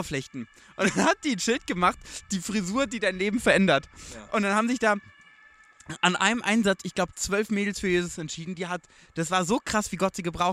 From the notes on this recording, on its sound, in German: Live vom Grill.